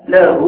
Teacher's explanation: تحس بأن الهاء تخرج من أقصى الحلق